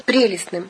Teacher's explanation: с ударением на первом слоге